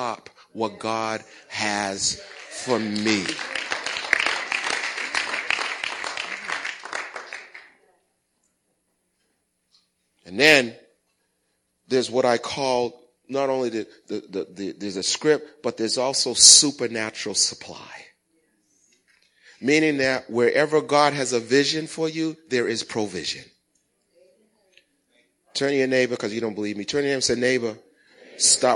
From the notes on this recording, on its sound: Recorded at the 08:30am Sermon on 2016-12-11.